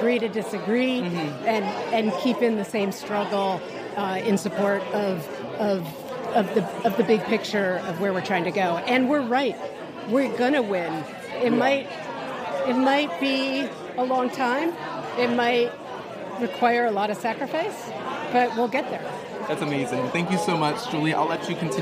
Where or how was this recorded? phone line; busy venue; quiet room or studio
busy venue